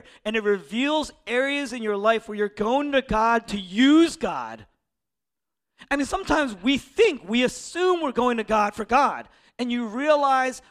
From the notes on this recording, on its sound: originally preached in East Falls, Philadelphia